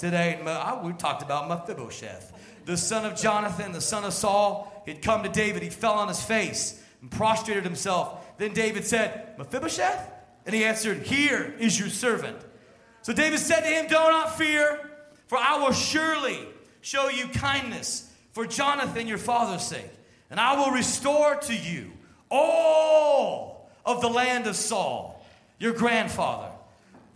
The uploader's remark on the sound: Sunday Service Live Stream